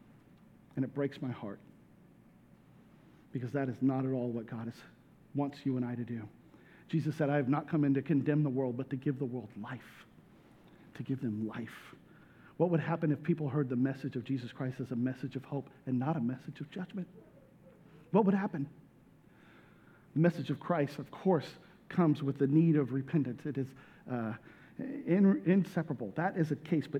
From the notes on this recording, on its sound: This message was recorded at a Sunday service on December 11, 2022 as a part of the Advent series, "He Shall Be Called."